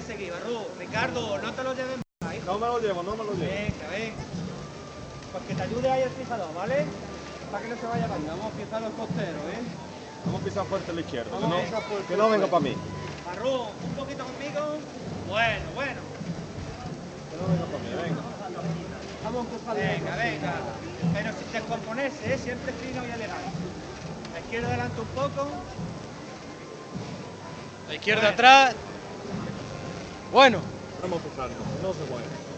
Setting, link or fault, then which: setting, outdoors